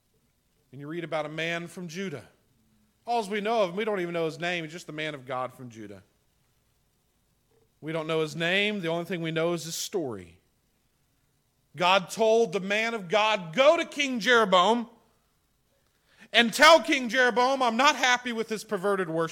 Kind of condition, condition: setting, large echoing room